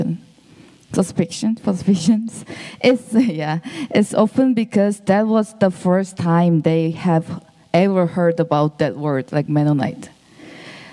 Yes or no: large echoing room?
yes